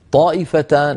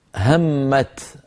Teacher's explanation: التاء والطاء من المخرج نفسه، إلا أن الطاء مفخمة مستعلية مطبقة، والتاء مستفلة منفتحة مهموسة. لما تجاورت التاء مع الطاء كانت العرب تدغم ذلك، عملا بقول إمام الجزري وأولي مثل وجنس إن سكن أدغم.